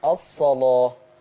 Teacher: خلي بالك من تغليظ اللام